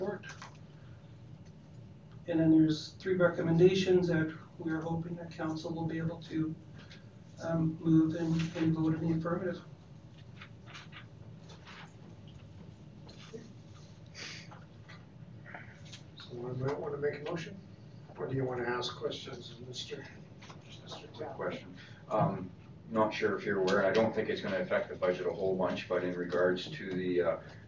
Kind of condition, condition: setting, large echoing room